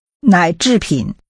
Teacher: The tones are falling rising, falling, and falling rising.